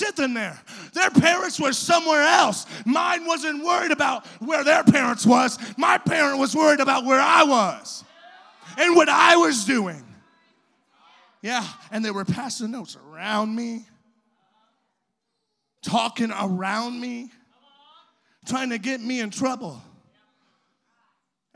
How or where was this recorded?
large echoing room